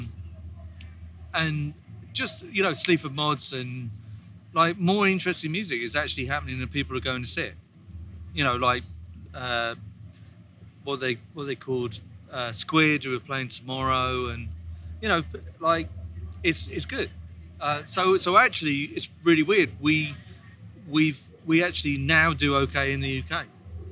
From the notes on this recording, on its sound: recorded on a rickety bench on a Saturday afternoon in Los Angeles at Primavera LA